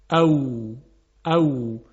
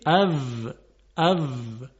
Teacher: و آخرین حرفی که توضیح میدیم حرف واو هست، اما این رو باید بدونیم که بین واو فارسی و عربی خیلی تفاوت هست. در واو عربی لبها گرد میشه · Shown in: first take · او او، اما واو فارسی او او، خیلی متفاوته.